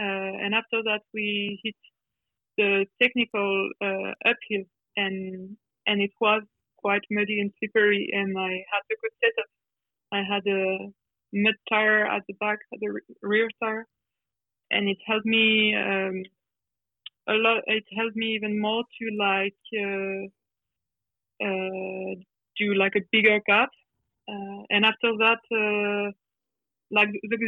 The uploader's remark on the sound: on the phone from Italy